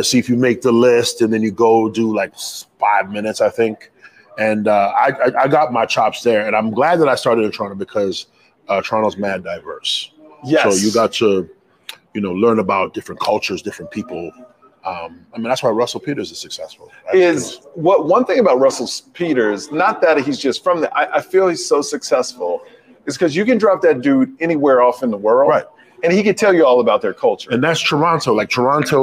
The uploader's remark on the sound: Live from The Comedy Cellar in Las Vegas